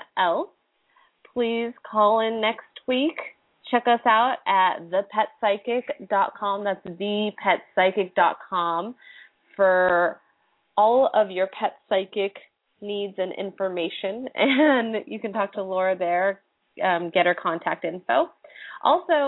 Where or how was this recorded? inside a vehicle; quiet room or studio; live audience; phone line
phone line